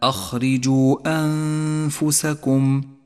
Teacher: المثال التالي، المد المنفصل عند قوله تعالى أخرجوا أنفسكم، جاء حرف المد وهو الواو في كلمة، وجاءت الهمزة في الكلمة التالية، ولذلك سمي مدا منفصلا، وهو مد جائز، اخترنا قصر مده على حركتين، وقد ميز باللون البرتقالي إشارة إلى زمن وموقع المد.